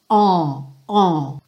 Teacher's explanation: Pensa nesse AW como um on, on. É como um O, só que bem nasal por conta desse N, ele fica on, on, ok?